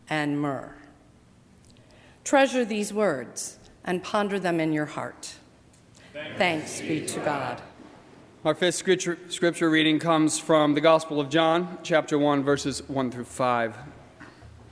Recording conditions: large echoing room